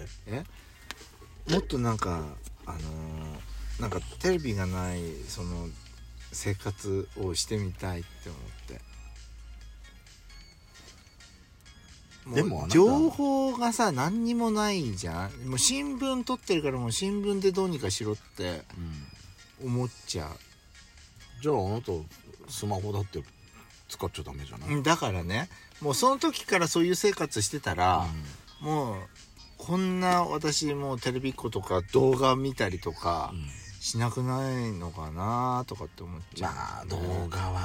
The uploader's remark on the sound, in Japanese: 2人組。パーキング収録。